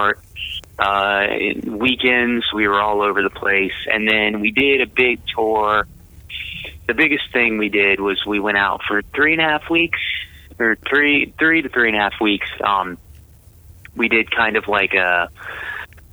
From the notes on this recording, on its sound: We were fortunate enough to be able to have him call in and really have a fun chat with him.